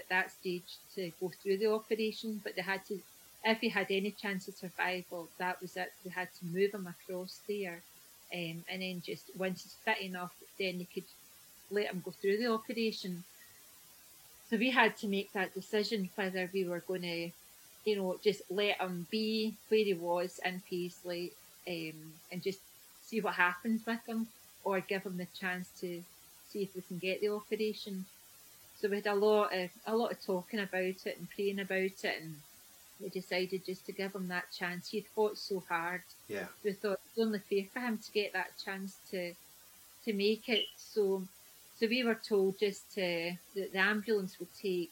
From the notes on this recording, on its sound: Please forgive the audio quality as it was recorded during lockdown over Zoom.